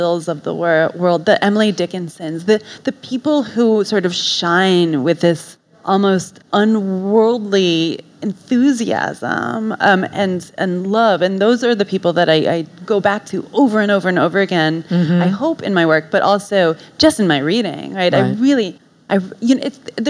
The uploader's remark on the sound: Live at Barnes & Noble Union Square.